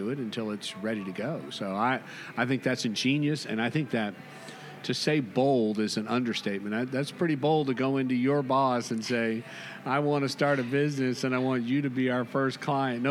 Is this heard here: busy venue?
yes